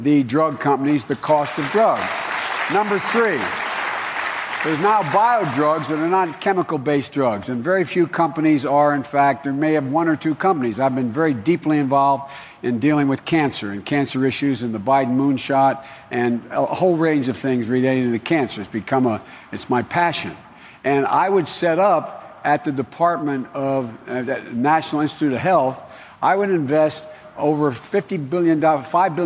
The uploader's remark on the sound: questions from voters in Nevada during a live town hall